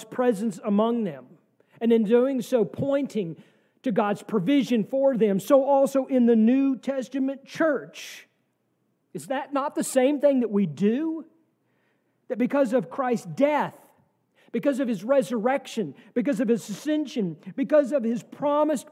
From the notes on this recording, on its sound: from our service on December 31, 2023